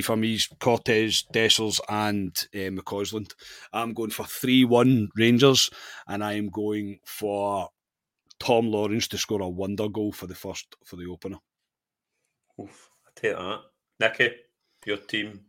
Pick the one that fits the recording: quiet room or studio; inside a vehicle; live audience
quiet room or studio